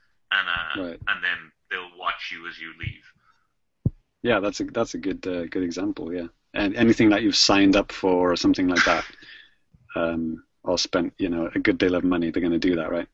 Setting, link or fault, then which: link, video call